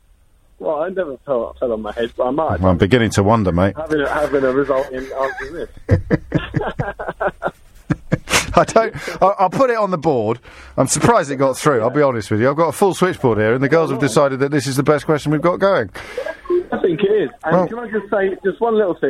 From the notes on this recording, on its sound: phone-in show